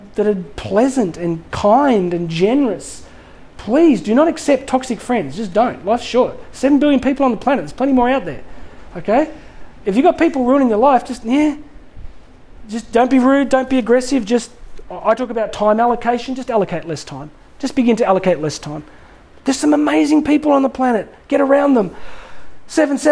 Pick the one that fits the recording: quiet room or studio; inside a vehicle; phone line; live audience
live audience